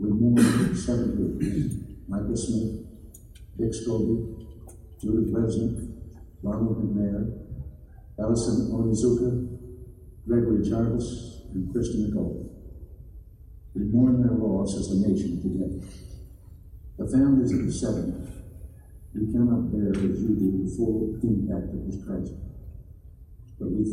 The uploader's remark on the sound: Thanks to everyone that came out to the event. In a live setting in front of people.